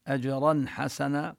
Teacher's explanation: جيم ساكنة حكمها القلقلة